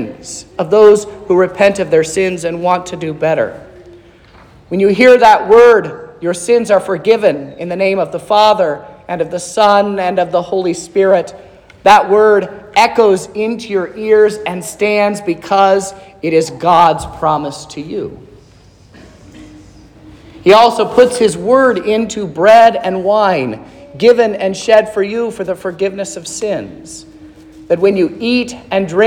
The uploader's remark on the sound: This is the sermon preached at Trinity Lutheran Church on Sunday, December 10th, 2023